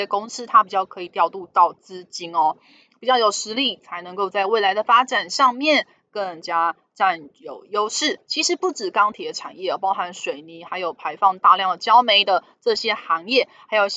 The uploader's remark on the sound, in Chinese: 本集有些許雜音，已亟力避免，如有察覺請多多包涵。